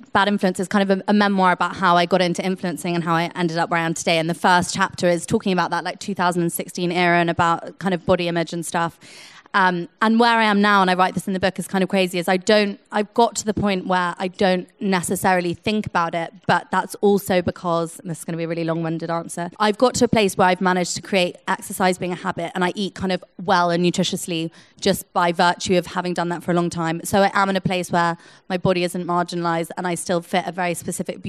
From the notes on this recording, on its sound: Live from Happy Place Festival. This episode is recorded from Happy Place Festival in Chiswick.